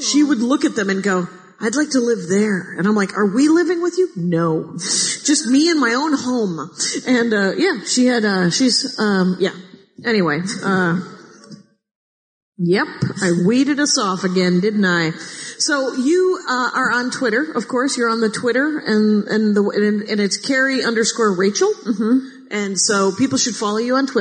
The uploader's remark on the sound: Live from Portland